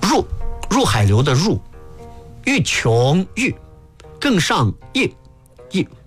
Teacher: 这几个入声字一定要读得短